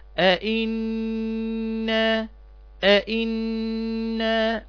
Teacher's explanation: النون مشددة تاخد ايه؟ غنة حركتين، فتنطق هكذا أئنا أئنا.